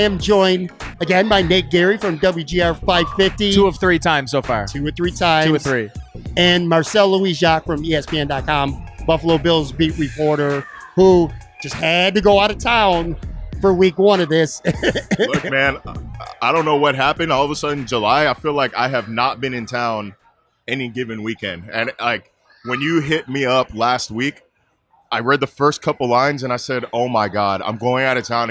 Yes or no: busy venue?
yes